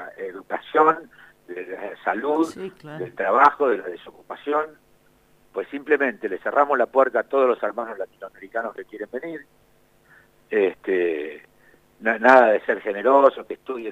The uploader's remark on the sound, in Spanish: Recordamos la comunicación telefónica con el actor